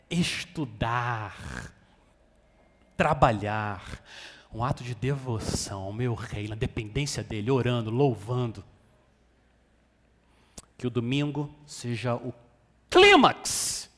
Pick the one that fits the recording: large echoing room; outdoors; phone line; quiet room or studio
large echoing room